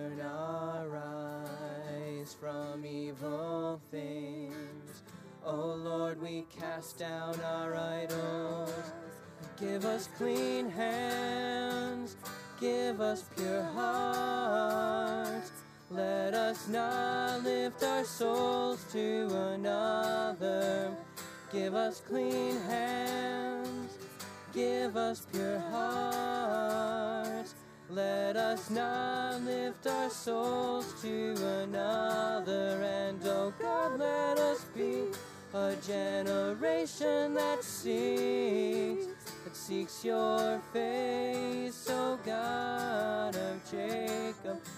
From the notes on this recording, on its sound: Audio from 9am service